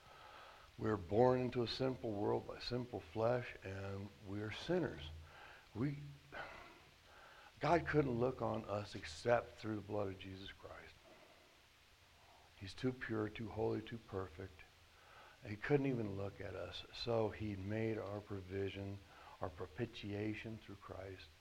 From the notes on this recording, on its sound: at The Well, an SBC, Converge Heartland church in Hastings, Nebraska